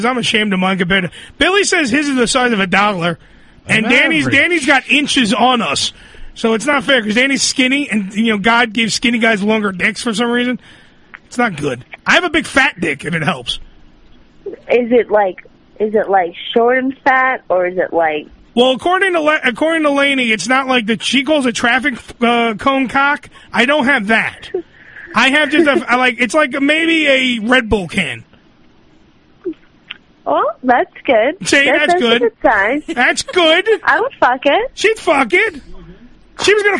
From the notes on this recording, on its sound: Joins us on The Phone